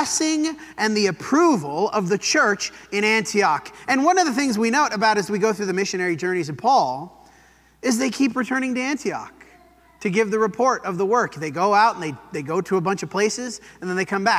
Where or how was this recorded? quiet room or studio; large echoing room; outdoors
large echoing room